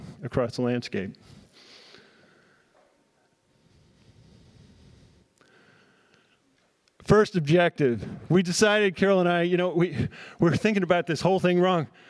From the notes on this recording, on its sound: addressing the crowd at the Saving Real Organic Conference at Churchtown Dairy in Hudson, NY on October 14, 2023.